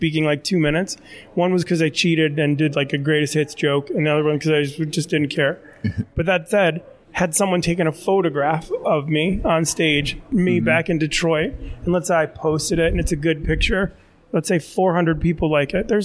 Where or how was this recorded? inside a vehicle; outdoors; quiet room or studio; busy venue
busy venue